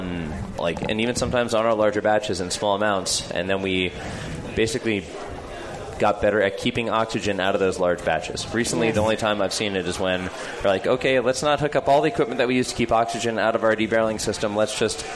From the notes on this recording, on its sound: The Sour Hour broadcasts live from The Hop Grenade Taproom in Fort Collins, Colorado!